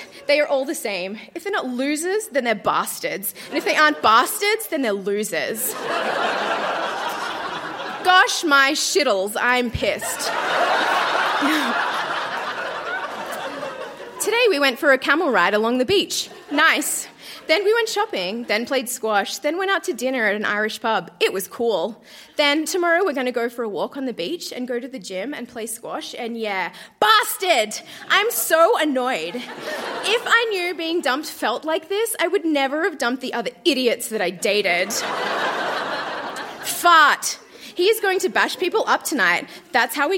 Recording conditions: live audience